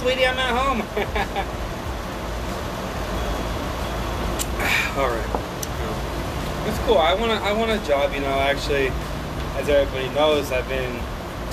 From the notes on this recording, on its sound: Just guys drinking a nice glass of whiskey and enjoying a cigar outside telling stories. Sorry about the background noise.